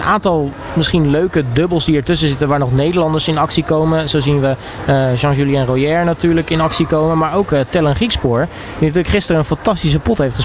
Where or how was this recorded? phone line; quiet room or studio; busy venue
busy venue